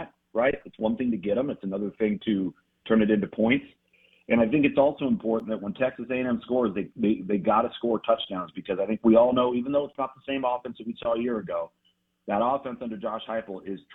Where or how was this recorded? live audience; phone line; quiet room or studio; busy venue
phone line